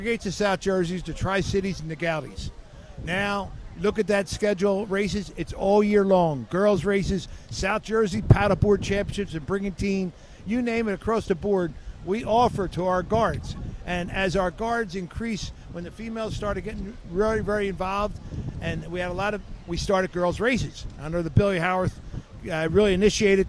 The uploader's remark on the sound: 97.3 ESPN's Live coverage of the 2023 Margate Memorial Lifeguard Championships from the beach in Margate.